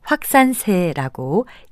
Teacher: 마지막 음절을 확산세처럼 된 소리로 발음하지 않고요. 확산세라고 예사소리로 발음하는 것이 맞습니다